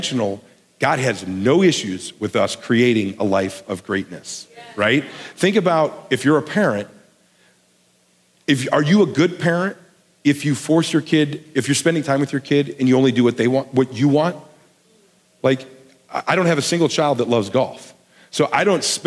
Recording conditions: large echoing room